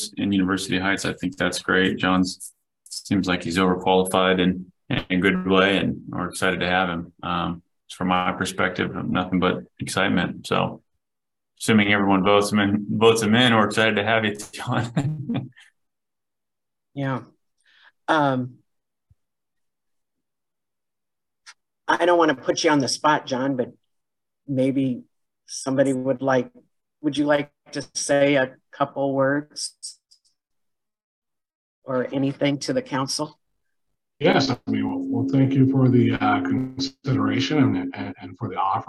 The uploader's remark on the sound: Was held on Zoom.